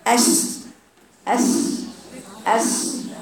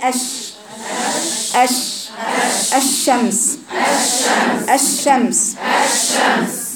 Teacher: فطرف اللسان لازق كمان في الثنايا وعاطي الصوت ده كانه مختلط بيه صفير · Shown in: first take · مختلط بيه صفير، عشان كده تقول اس اس.